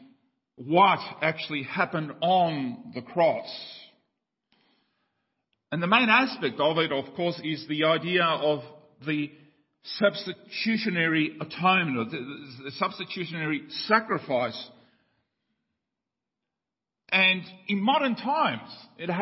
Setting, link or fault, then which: setting, large echoing room